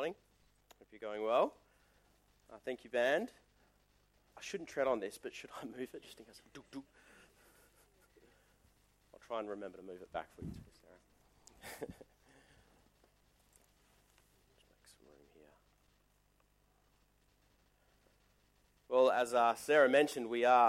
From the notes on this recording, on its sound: Service recorded live at Morley Baptist Church